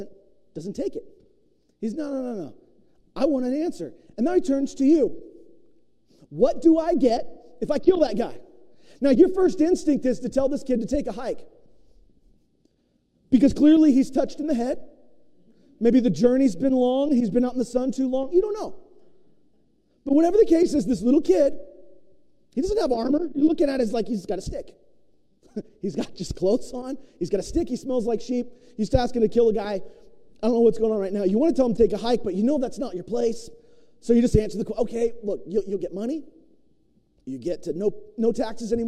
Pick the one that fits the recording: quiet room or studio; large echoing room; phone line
large echoing room